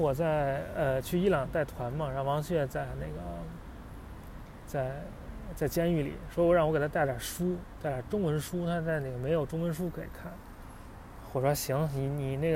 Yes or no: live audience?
no